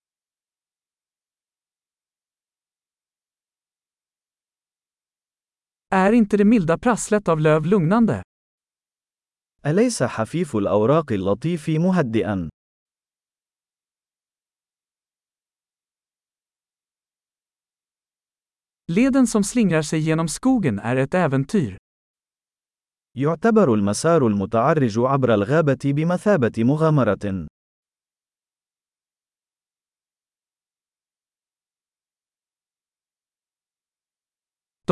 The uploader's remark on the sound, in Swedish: Ljudet av den porlande bäcken är terapeutiskt.